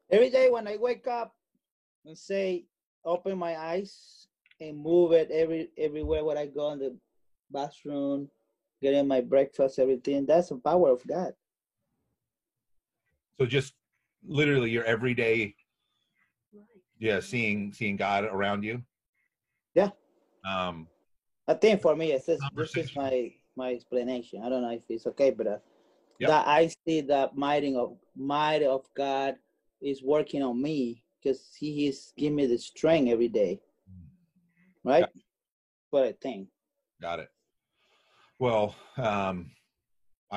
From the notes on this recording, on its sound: Steepleless Church. This was originally streamed on Zoom.